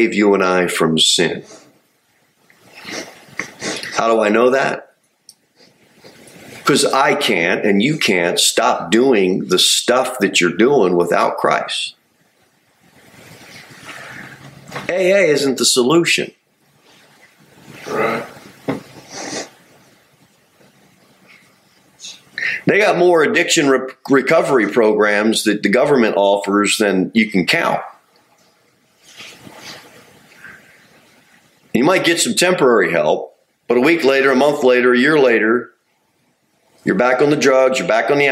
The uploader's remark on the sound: Sermon delivered at Pilgrim Baptist Church on Sunday, September 17, 2023, at 2:15 pm. Jere Whitson Rd.